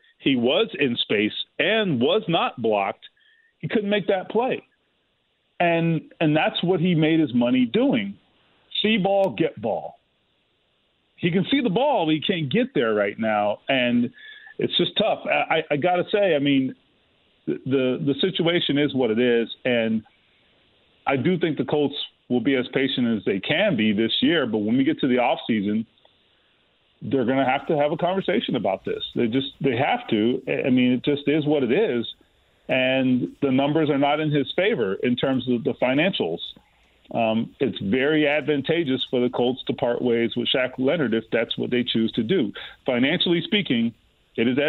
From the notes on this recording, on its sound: He also takes some calls from listeners! The show keeps rolling with more phone calls. Even more phone calls from fans!